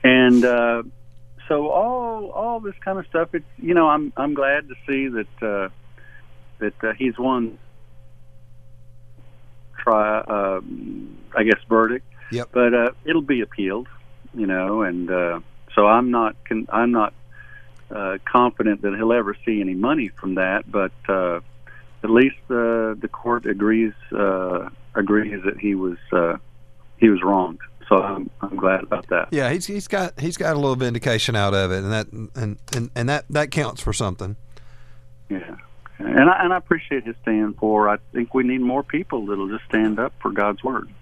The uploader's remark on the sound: takes general topic phone calls